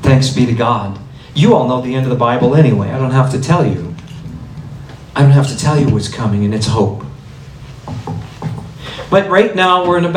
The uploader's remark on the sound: my talk at the 2024 Alberta March for Life and Edmonton Pro-Life Conference